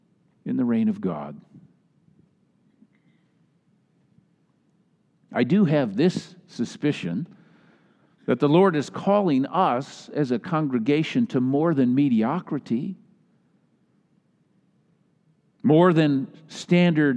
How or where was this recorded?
large echoing room